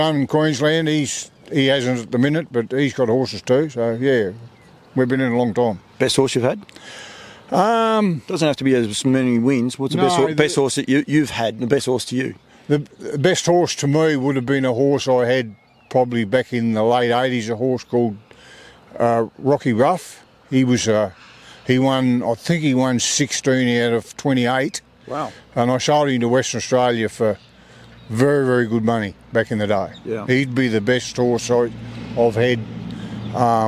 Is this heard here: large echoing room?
no